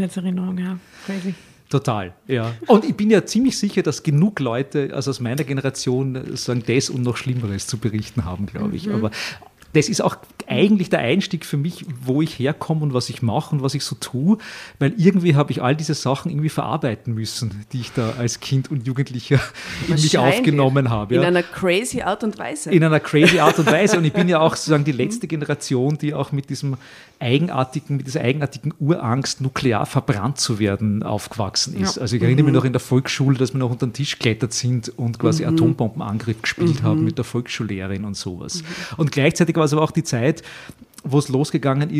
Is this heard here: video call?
no